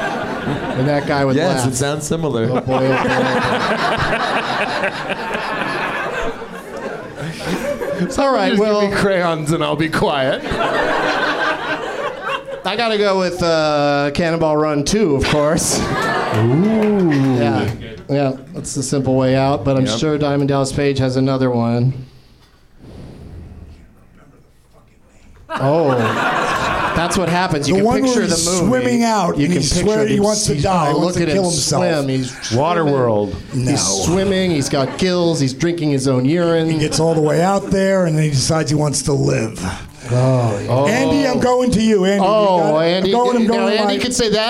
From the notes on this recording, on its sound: Live from the NerdMelt Showroom in LA